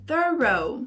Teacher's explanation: você faz o TH no início, thorough, e joga bastante o R no meio. Então fica thorough.